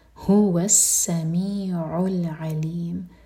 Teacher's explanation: دونوں عین کلیر آئیں حلق سے